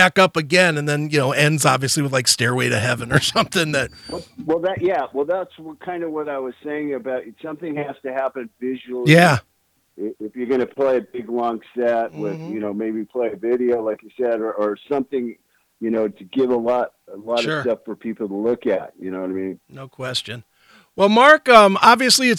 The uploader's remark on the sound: called